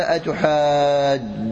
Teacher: قالوا. قال أتحاجوني في جولي بالتشديد، أصلها أتحاججونني، أصلها أتحاججونني، فسكنت الجيم الأولى وأدغمت في الثانية فصارت أتحاج بتشديد الجيم · تناسبها الياء فجاء بنون الوقاية وأدغمت النون في النون صارت أتحاججونني، أدغمت نون الرفع في نون الوقاية · Term: إدغام كبير، إدغام